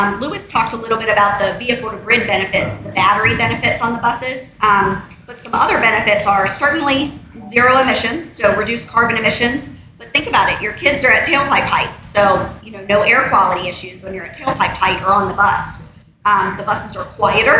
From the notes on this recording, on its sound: A special recording LIVE from the Electric Vehicle Fall Festival